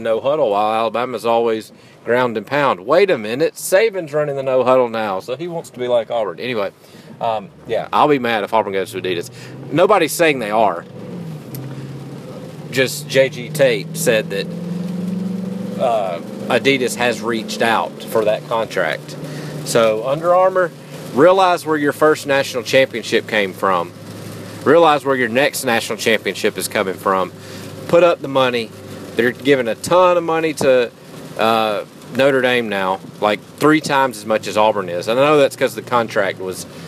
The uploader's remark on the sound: while driving through a monsoon.